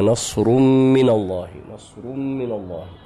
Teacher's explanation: إدغام لأنه أتى بعد التنوين حرف الميم، والميم من حروف الإدغام